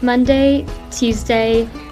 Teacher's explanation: Tuesday sounded a bit weird. I think she sort of used a hard T.